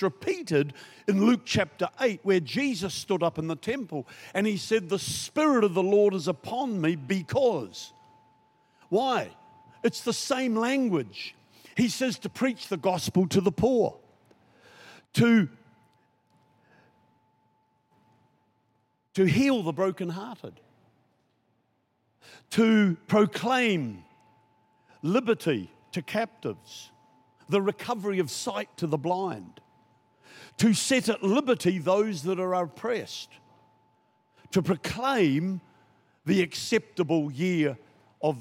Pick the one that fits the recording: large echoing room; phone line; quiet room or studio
large echoing room